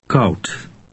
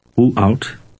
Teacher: D at the end of a Dutch word resembles a t sound.